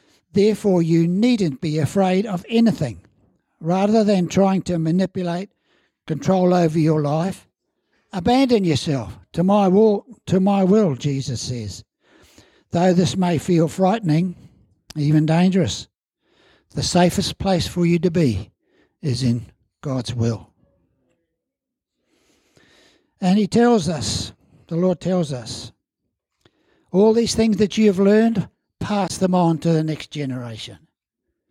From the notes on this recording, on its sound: As part of our Family Service, celebrating all ages in our church. At Harvest Life Church in Blenheim, New Zealand.